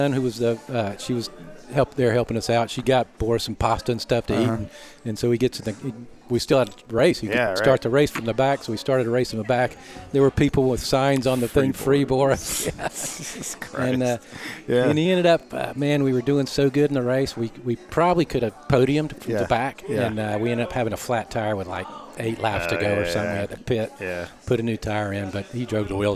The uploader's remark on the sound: Lunch was served at Pacific Coast Grill in Cardiff, CA